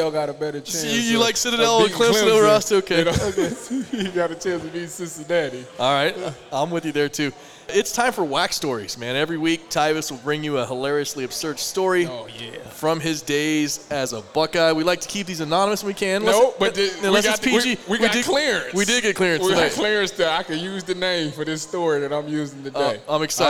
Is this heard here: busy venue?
yes